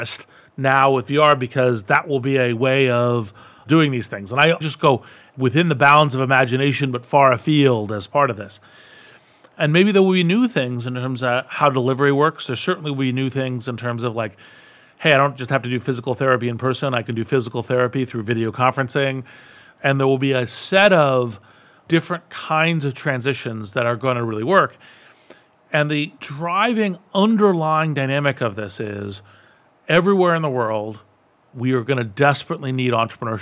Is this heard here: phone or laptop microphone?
no